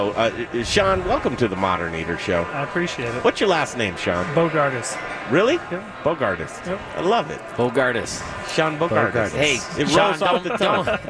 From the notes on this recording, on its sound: Live from Colorado Mountain Brewery in Colorado Springs!